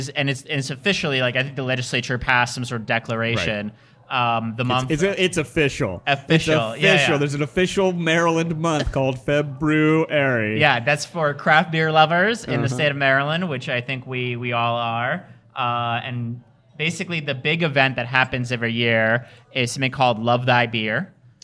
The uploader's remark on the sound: Live From Silver Branch Brewing. Visited Silver Branch Brewing Company for a live DC Beer Show recording.